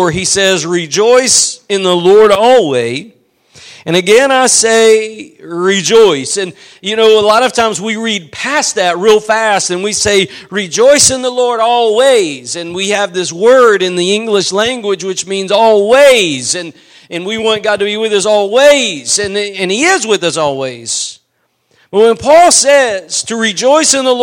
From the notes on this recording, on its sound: Preached at Gospel Lighthouse in Bossier City, La.